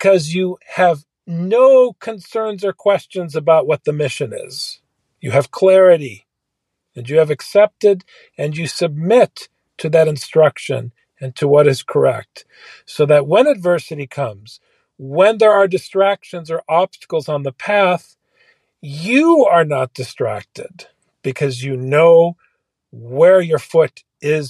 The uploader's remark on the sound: A cloud service provider outage, one co-host recovering from illness, and the other recording from a parked car somewhere with only two bars on a mobile device.